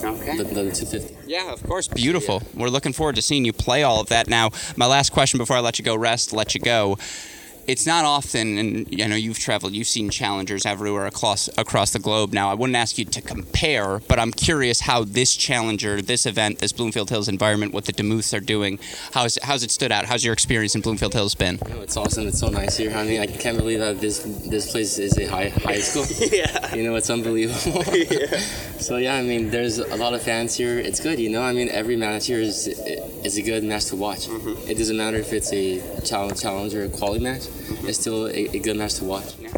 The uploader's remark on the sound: live from the Cranbrook Tennis Classic